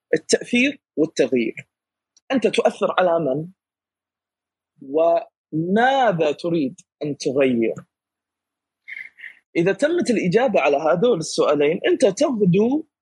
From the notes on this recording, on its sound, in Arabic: تسجيل لمساحة ابن رشد الأسبوعية على منصة تويتر